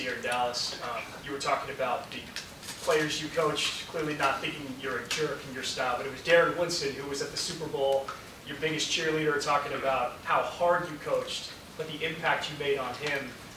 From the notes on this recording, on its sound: The Dallas Cowboys hosted an introductory press conference. At the team's headquarters at The Star in Frisco.